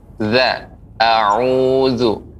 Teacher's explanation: pengucapan za dia lidah dengan gigi seri atas